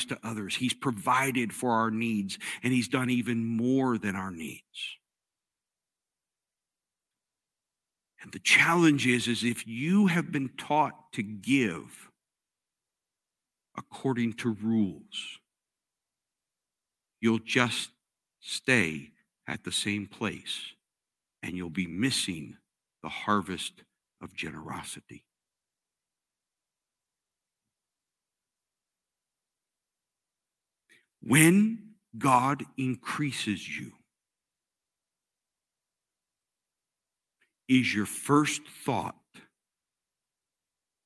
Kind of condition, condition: setting, large echoing room